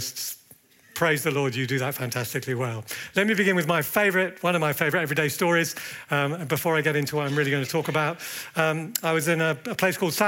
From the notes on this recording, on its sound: at the Evangelists' Conference 2024